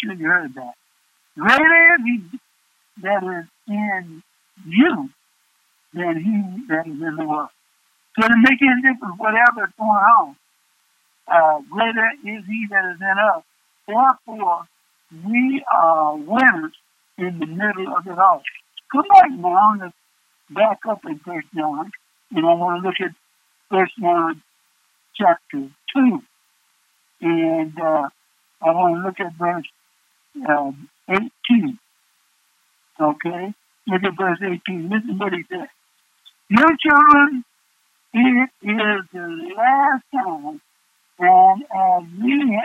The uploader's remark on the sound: In accordance with sheltering in place. Brings this weeks message by telephone.